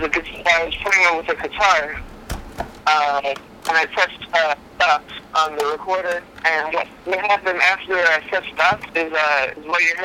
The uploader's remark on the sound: on the phone